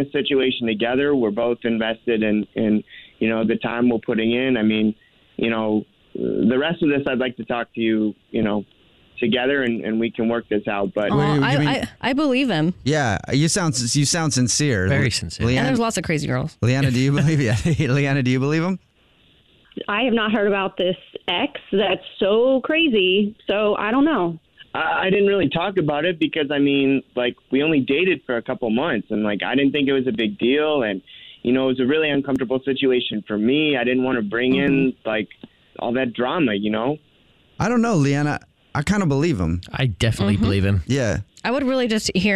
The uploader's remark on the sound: A Phone Prank